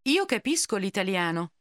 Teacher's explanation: noticing how the L sound gets tacked on to the following word